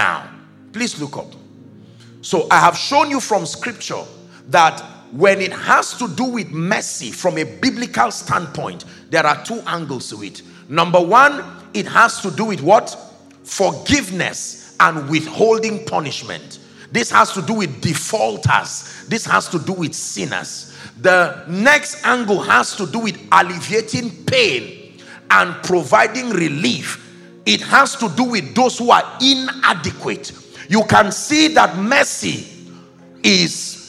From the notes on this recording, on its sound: The first day of the 6th Annual International Prayer Conference